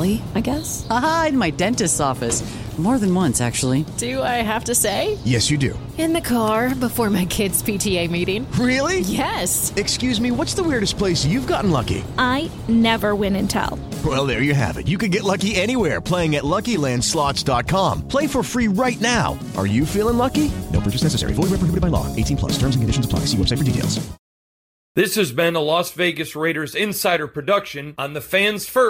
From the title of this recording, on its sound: Press Conference from the NFL Combine